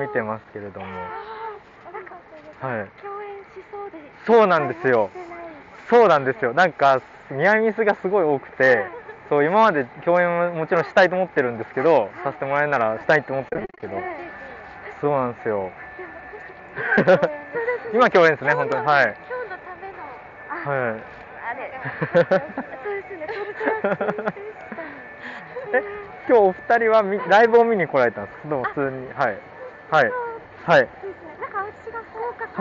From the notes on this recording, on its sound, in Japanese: 大塚駅前収録です。